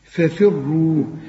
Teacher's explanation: الفه الأولى مفتوحة والتانية مكسورة والاتنين مرققين، لكن الفه التانية أكثر رقة